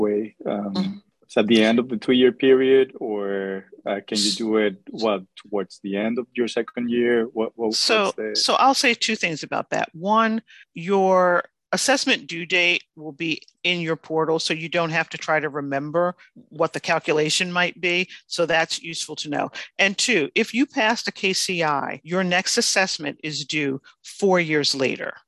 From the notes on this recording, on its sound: In this Allergy, Immunology, and Inflammation Assembly podcast, we share a recording of the webinar.